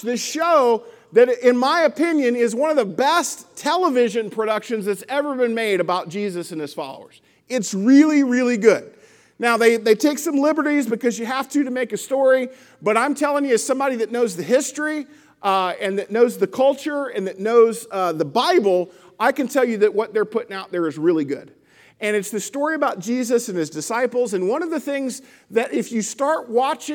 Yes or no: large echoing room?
yes